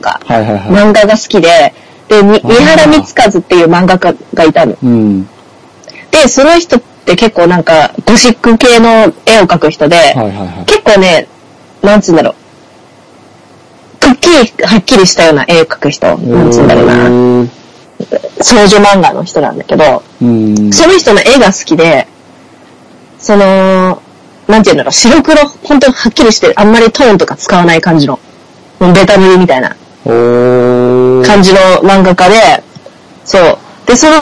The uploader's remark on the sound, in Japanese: 収録環境及び音声圧縮の影響で今回はお聞き苦しい音質になっており申し訳ありません。